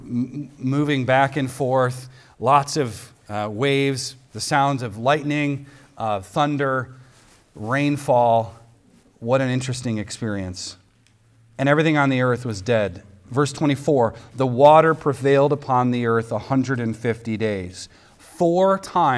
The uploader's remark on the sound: recorded on Sunday, March 26th, 2023, at the weekly worship gathering of Cross & Crown Church